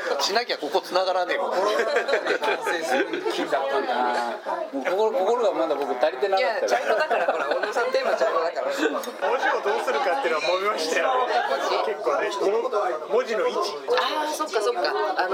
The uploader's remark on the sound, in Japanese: バルで収録したため結構ガヤガヤしてます。